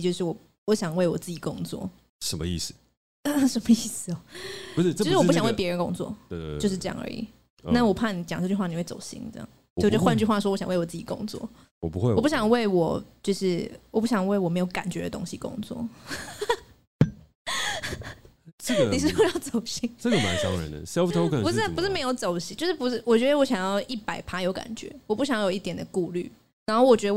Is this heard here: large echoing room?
no